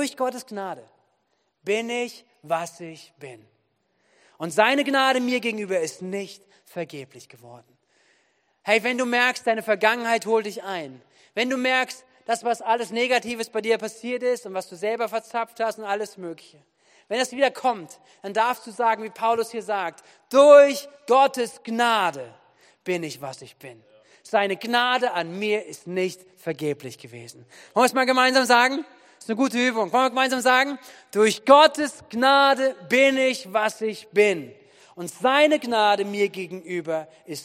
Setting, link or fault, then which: setting, large echoing room